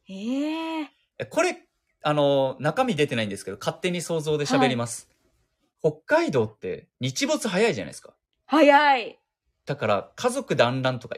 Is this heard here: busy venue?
no